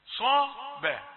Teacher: صاد مفخمة والباء رقيقة